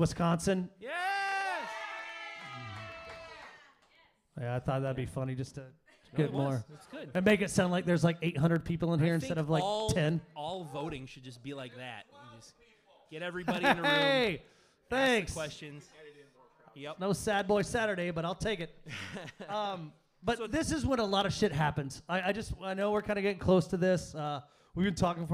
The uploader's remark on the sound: This time we recorded in front of a live audience! At the Very Famous X-Ray Arcade in Cudahy, Wisconsin. We played the movie for our audience, and afterwards sat down and recorded this episode.